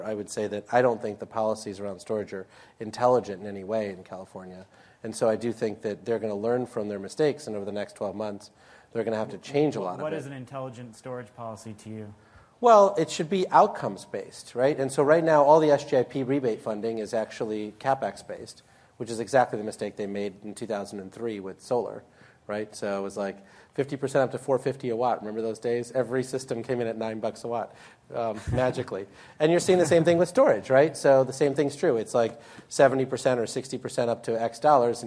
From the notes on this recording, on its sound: This week, we have a taping of the Energy Gang from GTM’s Grid Edge Live conference in San Diego.